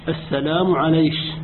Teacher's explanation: وهي إبدال كاف المؤنث المتطرفة شينا، أو إبدالها حرفا بين الشين والكاف · Term: كشكشة تميم